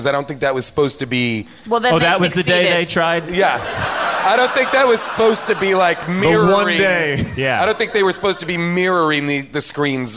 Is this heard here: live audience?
yes